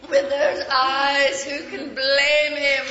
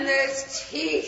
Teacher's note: some of the words, like the syllables, get drawn out, like the way you say eyes, blame, even teeth in this clip